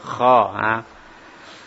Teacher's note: Sifatnya hamas, ya. Hamas termasuk aliran nafas mengalir sama dengan ha